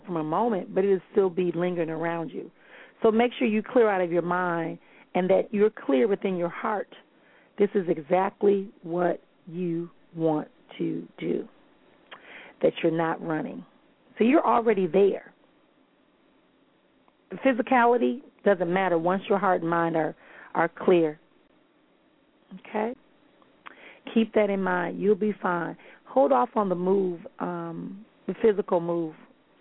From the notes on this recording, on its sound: callers may call in with questions